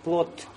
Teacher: Как будто т получается. Это в русском языке буква д в конце оглушается и будет как буква т